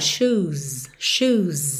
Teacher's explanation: esse som do S que parece um pouco Z, porque vem depois de som de vogal, shoes, shoes, bem alongadinho, com … cantando.